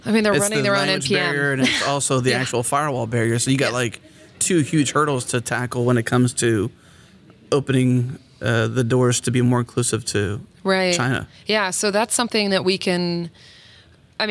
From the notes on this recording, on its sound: recorded at Node Interactive 2016